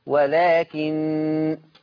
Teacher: حفص لما يقف على النون هتبقى بغنة لأن عنده النون مشددة